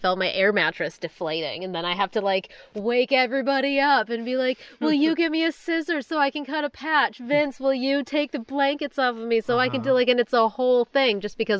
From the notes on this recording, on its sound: We recorded directly from our property for the very first time! I forced everyone to pile into our tent and record from there. You know, because of acoustics.